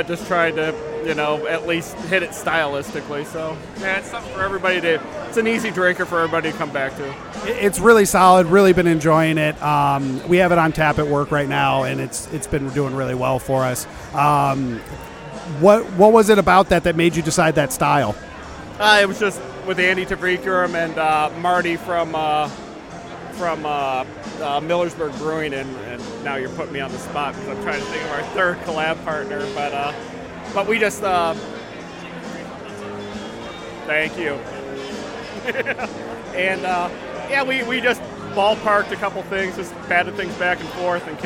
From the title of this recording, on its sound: Live From Night At The Brewseum